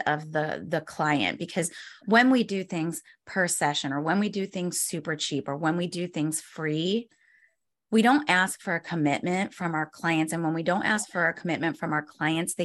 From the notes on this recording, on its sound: This week’s video is a recording of a webinar I did for FitBodies, Inc.